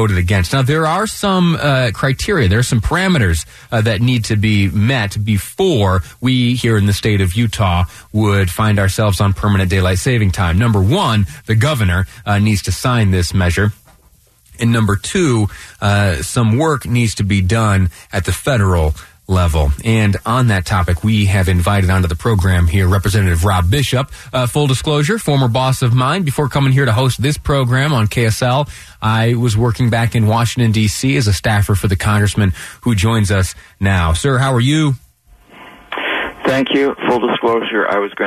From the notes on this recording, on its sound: via phone